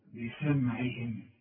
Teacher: اكسر الميم وبين العين برضو انها مكسوره